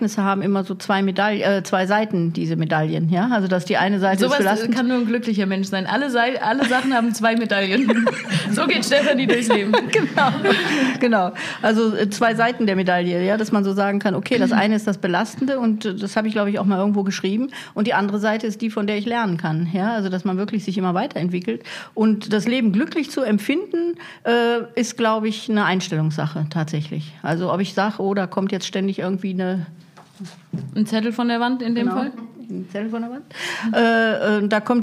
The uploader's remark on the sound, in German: Und das vor Publikum. Beim Live-Podcast im Projektraum in Frankenthal konnten die Zuschauer fragen stellen und zuschauen, wie eine Podcast-Folge entsteht.